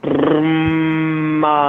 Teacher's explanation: the movement that I'm making with my mouth is I'm brrring with my lips. And then finishing them by then sealing the lips.